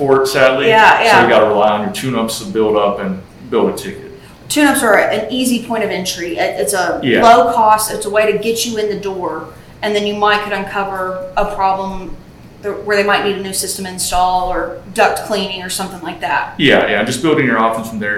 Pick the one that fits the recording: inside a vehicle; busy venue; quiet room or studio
busy venue